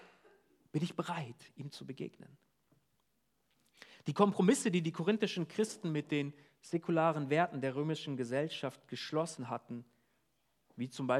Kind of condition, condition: setting, large echoing room